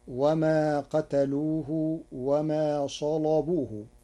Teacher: قرأ ورش كلمة صلبوه بتغليظ اللام لوجود صاد مفخمة قبلها، فتصير وما قتلوه وما صلبوه.